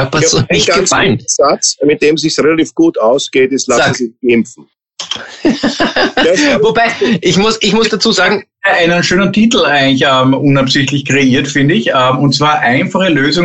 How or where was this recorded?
video call